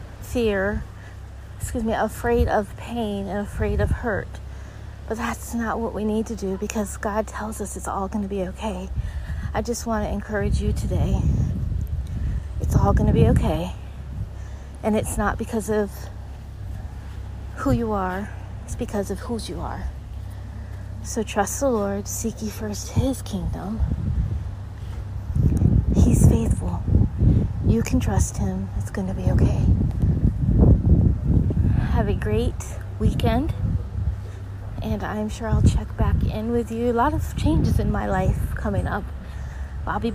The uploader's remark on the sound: Take a walk with me down the beautiful shore line of the Gulf of Mexico live today. There's a storm coming.